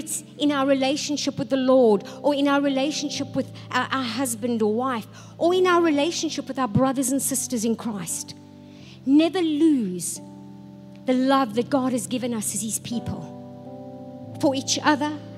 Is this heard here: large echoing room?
yes